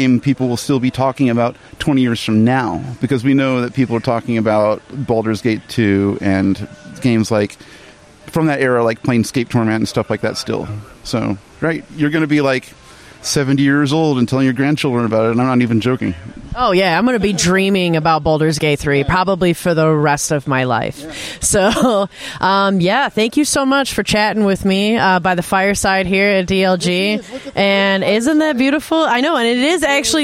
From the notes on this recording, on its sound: interviews some friends of the show live from DLGcon 2023